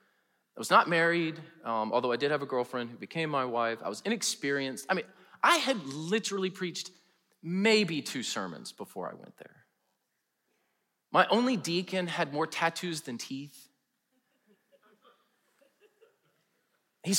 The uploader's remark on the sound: preached in #SWBTSChapel on November 3, 2022